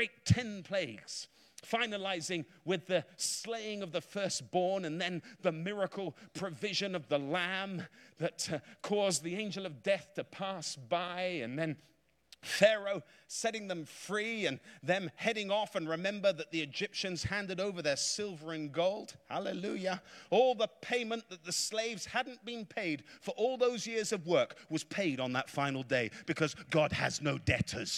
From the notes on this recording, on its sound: Preached in a revival meeting in Florida